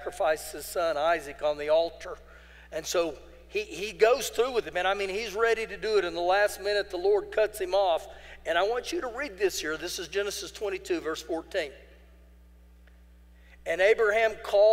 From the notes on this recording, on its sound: Recorded live during our Wednesday night service